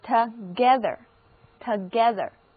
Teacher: 字母 o 在这里的读音是短的 a，而字母 e 则发小口的 a，整个单词的重音在第二个音节